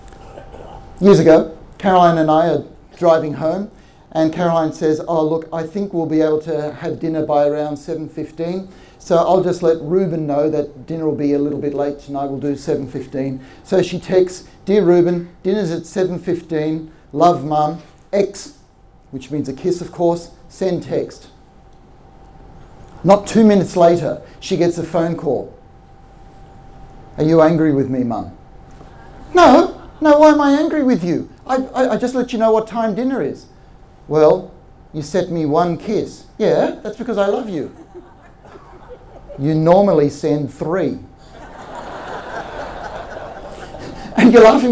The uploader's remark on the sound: This episode is the recording of a live talk we did in 2019.